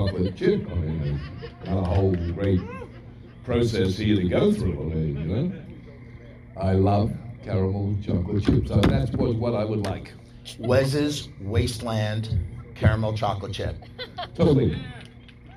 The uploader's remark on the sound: Q&As at The Mahoning Drive-In Theater for a Mad Max marathon.